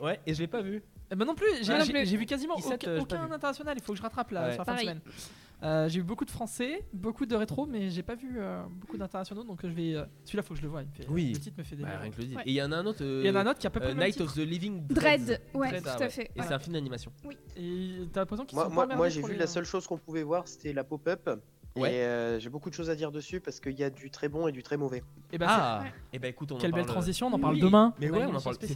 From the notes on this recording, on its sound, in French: Kolibri est en direct du Festival International du Court Métrage à Clermont-Ferrand